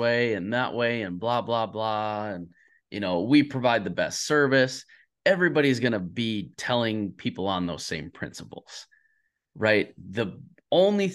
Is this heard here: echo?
no